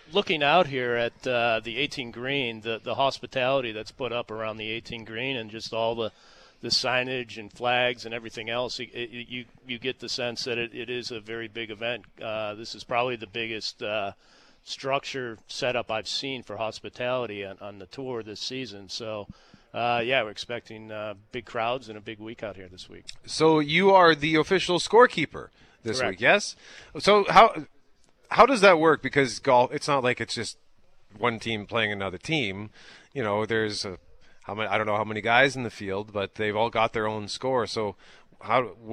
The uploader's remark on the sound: LIVE from the Centreport Canada Rail Park Manitoba Open at Southwood Golf & Country Club!